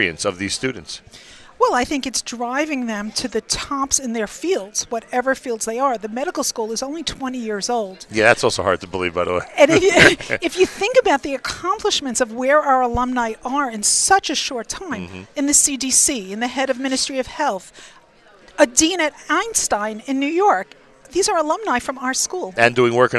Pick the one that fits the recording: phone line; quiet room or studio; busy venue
busy venue